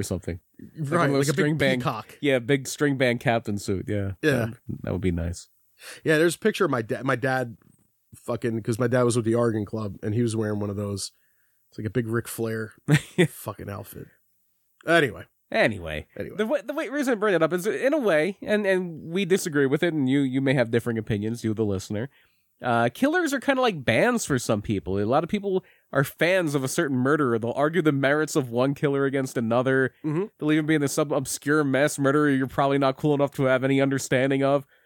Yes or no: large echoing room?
no